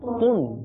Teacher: আচ্ছা, যখন পেশ হবে তখন তা হলে তুন, আর যদি ত হয় তুন, একটু মোটা হবে, তুন একটু মোটা হবে।